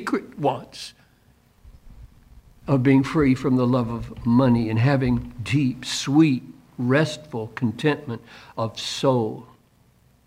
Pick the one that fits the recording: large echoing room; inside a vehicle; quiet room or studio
large echoing room